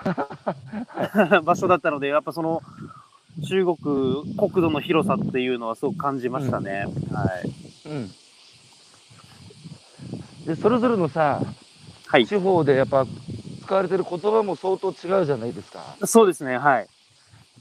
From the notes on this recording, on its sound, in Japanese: 八代海に浮かぶ、鹿児島県最北端の小さな島「獅子島」。歩きながら1時間、対談する。